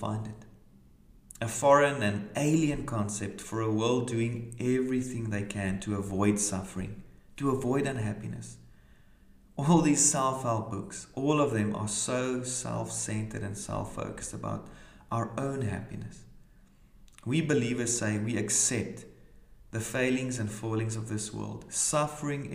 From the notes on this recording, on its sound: brings today's reflection from Kirkliston Parish Church, Scotland